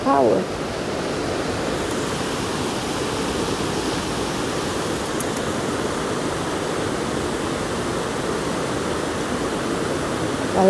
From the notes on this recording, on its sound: Today I am in the mountain in the sound & scenery was simply majestic.